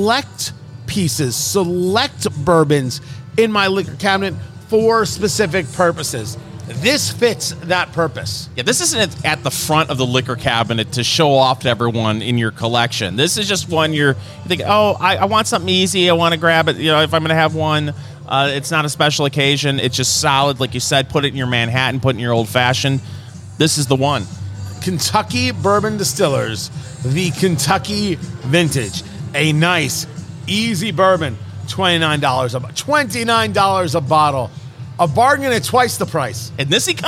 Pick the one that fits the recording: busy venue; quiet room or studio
busy venue